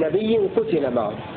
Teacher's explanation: بضم القاف وكسر التاء وحذف الألف